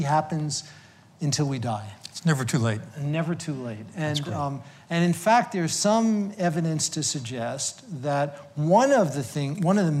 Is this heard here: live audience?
yes